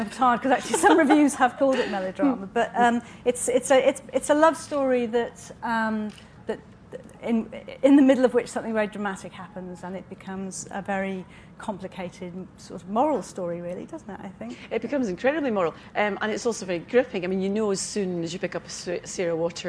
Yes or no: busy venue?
yes